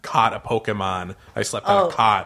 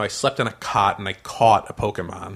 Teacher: Yeah, so the word cot, as in like what you sleep on when you're in, you know, camping, versus caught, as in I caught a Pokemon. and this is when a dialect merges those two vowel sounds, so they become the same sound. · Shown in: first take · Term: cot-caught merger